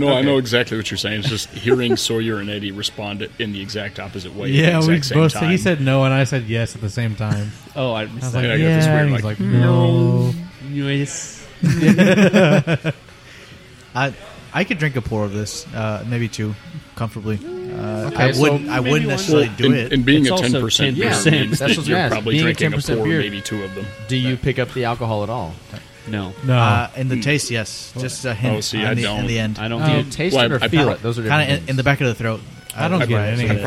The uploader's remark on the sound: we are on location at a local establishment in Arlington that we all frequent often, Kool Keg